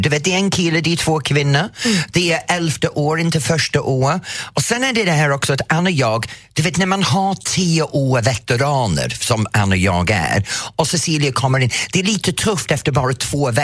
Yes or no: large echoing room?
no